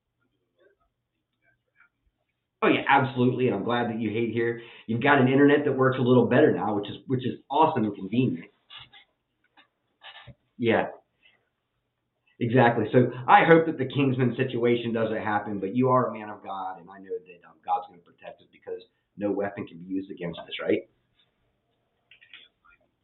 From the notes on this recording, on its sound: Had audio issues